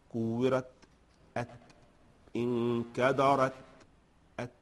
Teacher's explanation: مبالغة في الهمس، هي مهموسة لكنها شديدة، فنراعي القوة، قوة الشدة، لأنها أقوى من الهمس. بداية كورت الشدة، انحباس الصوت، ثم شيء يسير من الهمس